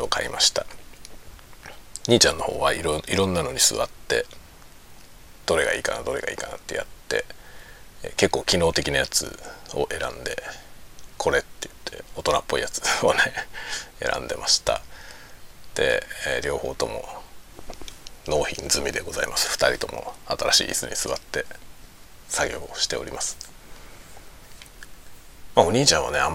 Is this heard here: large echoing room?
no